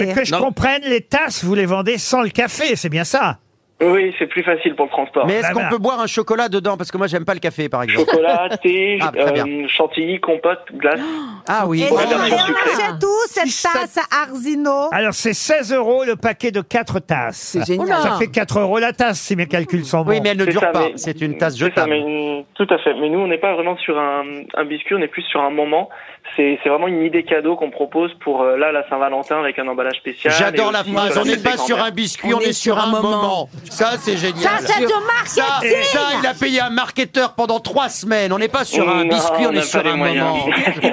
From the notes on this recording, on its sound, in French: Les Grosses Têtes ont eu au téléphone.